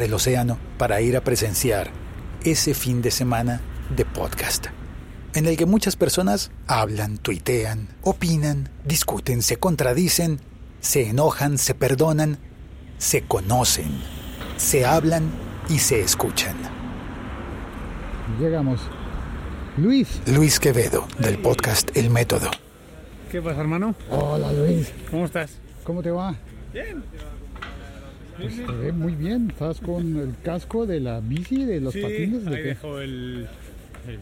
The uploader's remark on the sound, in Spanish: JPOD Binaural. Un episodio pódcast grabado en sonido binaural, por las calles de Madrid, de camino a las Jornadas de Podcasting de España.